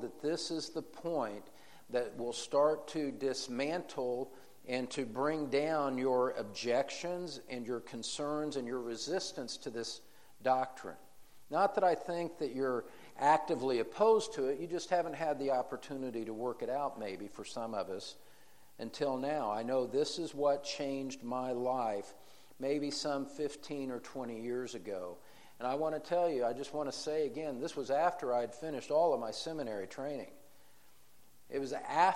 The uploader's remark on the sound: In Session 3 of the Encouragement for Parents in a Discouraging World conference